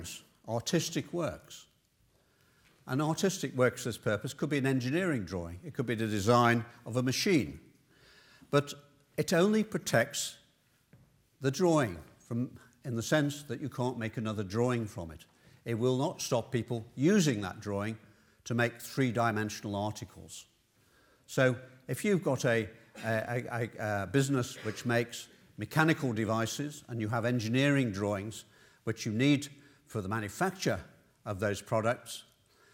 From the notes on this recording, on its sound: This lecture took place at the Saïd Business School, University of Oxford